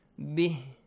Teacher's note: if you stop, ha changes to a sakin letter.